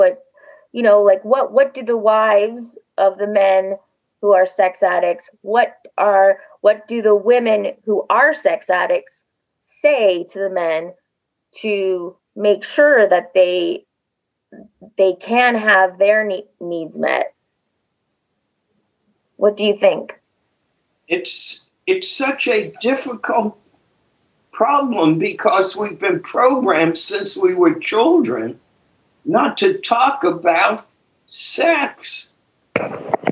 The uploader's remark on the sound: took us on a zoom journey